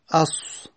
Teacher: مطبقه یعنی دیگه زیاد بالا میره. اس منطبق میشه زبانمون به حنک، به سقف دهان. اس. خب کسایی که زیاد تجوید کار کردن دیگه بهتر میدونن. · Term: مستعلیه مطبقه